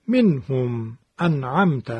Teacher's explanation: بین نون ساکن و حرف حلقی سکت ندیم، یعنی سکوت اتفاق نیفته. مثلا نگیم منهم انعمت، بلکه طبیعی بگیم منهم انعمت، فاصله و سکوت درشون اتفاق نیفتد. · Term: اظهار